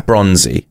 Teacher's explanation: bronze is the strong one, and then E is the little one · Term: stressed